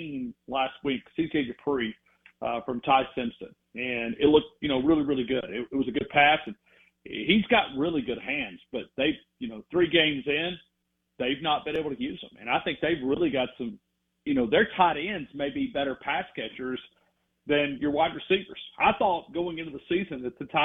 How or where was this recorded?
phone line